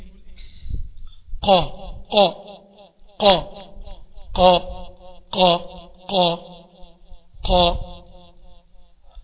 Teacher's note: بتلاقي أقصى اللسان عندك ارتفع لفوق